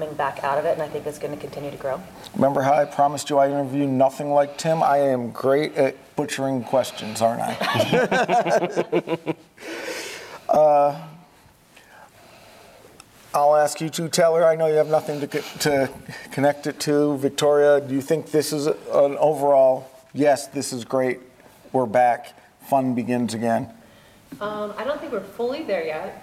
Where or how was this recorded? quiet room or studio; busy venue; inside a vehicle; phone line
busy venue